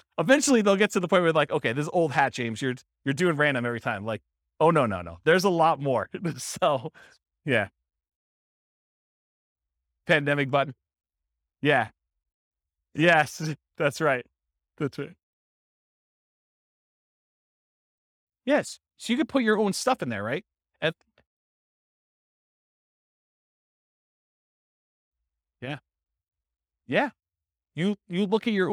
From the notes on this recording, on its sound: This was a live class recorded